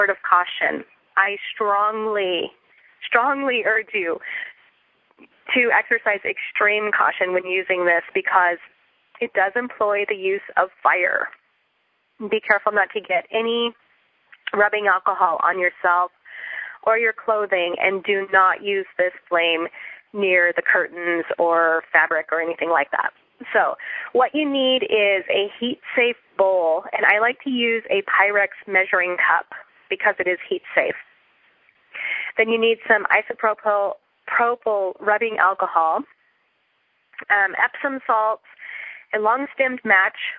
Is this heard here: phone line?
yes